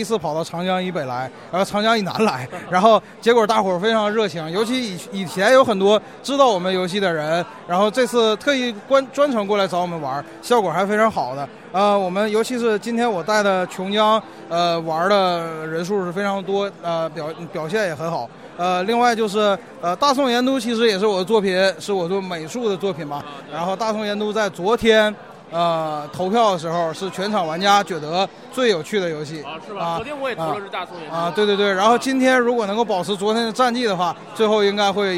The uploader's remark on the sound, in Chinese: 来自Shadow Market现场的声音